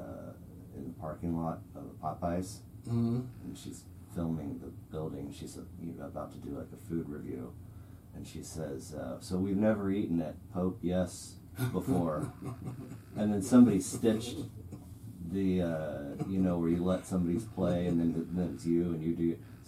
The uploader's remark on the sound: The primary source for audio failed and was unretrievable. I had to use the camera audio, which is ghetto and annoying and comes with the sweet nuisance of hearing the actual camera run most of the time. So, the audio's shitty.